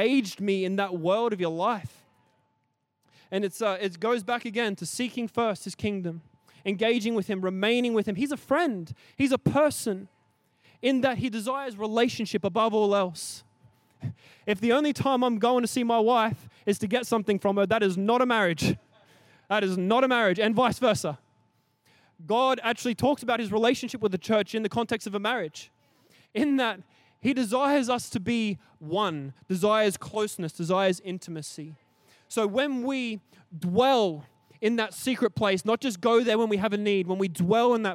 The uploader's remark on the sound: Recorded during our 5pm service on Sunday, the 2nd of April 2023